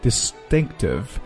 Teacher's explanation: Distinctive 啊，这个词的重音呢是在第二个音节